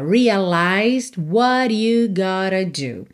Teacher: A gente não ouve o D de realized